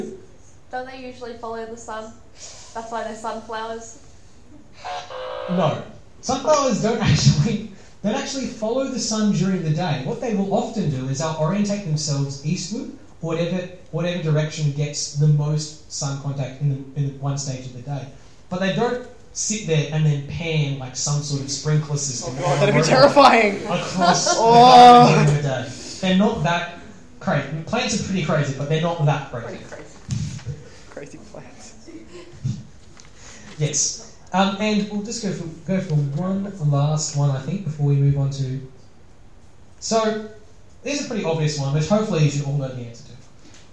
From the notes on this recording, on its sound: This episode was recorded live as a panel game show at the YSA Melbourne Open day on April 12th 2014.